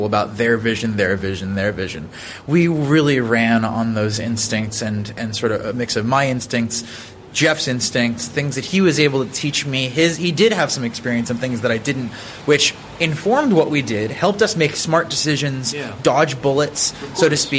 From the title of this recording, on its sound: Live from the Coworking Europe Conference